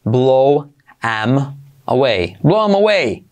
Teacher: Esa TH la podemos omitir